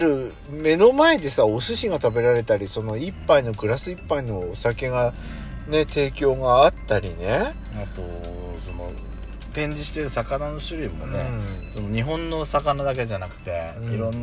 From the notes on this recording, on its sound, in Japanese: パーキング収録